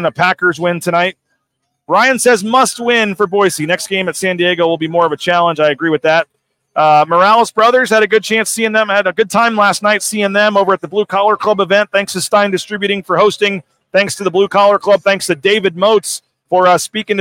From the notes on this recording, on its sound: LIVE at ExtraMile Arena with interviews, the latest news and notes and a live look at pregame warmups ahead of a monster Mountain West Showdown in Boise.